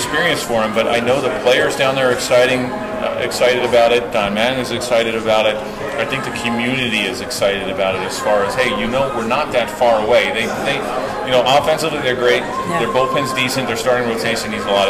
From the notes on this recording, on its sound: A Mint Pros Stadium Suite Event